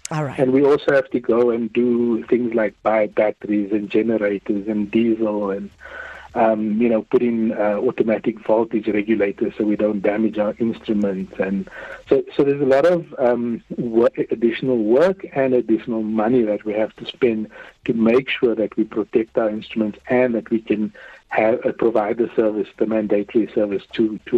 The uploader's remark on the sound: decided to phone SA Weather Services CEO